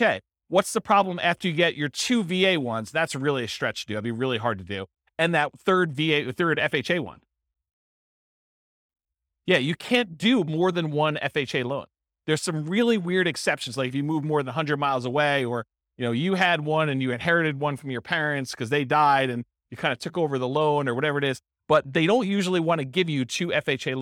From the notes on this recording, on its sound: This was a live class recorded